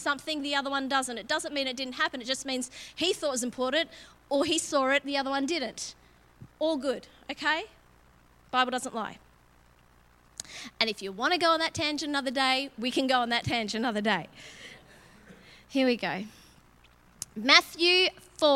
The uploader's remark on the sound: LIVE at Echo Church